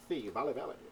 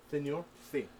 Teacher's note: Yeah, they lisp. Like, they say their S's like T-H's a lot